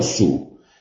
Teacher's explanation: Es un solapamiento más fácil porque son dos fonemas distintos, la S y la U. El abocinamiento característico de la U ya se produce cuando se va a pronunciar la S. · Term: coarticulación